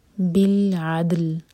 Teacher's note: دال پر قلقلہ اور لام کو ہم ساکن کر کے رکیں گے